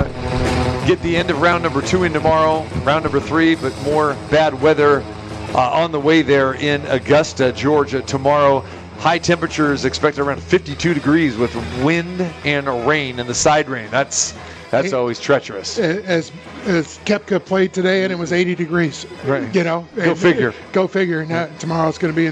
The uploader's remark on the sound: Live at the Suoerbook at the Westgate